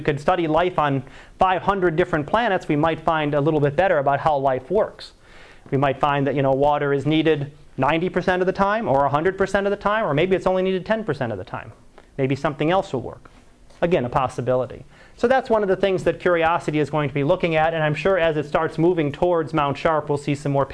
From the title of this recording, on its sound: Live Class Lecture